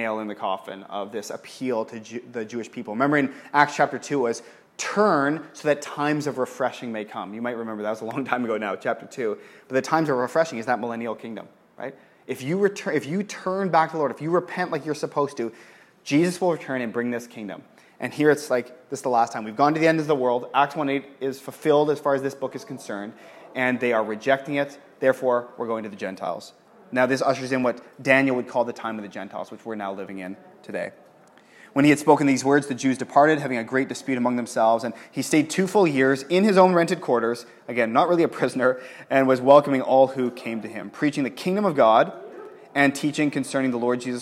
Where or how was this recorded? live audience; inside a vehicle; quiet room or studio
live audience